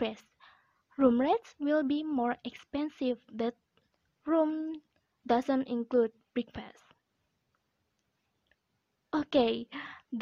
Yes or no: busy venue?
no